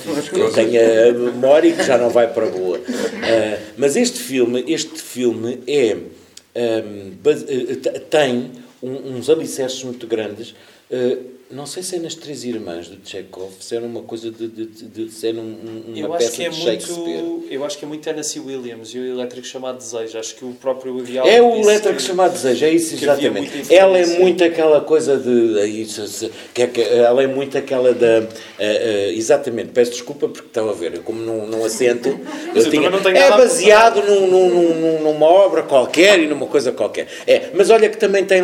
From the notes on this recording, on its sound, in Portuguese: Gravado ao vivo na Livraria Barata.